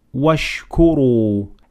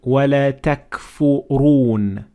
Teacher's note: several examples of Ra that has to be pronounced full mouth because it has Dhamma on top of it